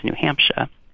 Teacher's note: some of the most classic features that we find in the Eastern New England accent are dropping of an R · Term: R-less speech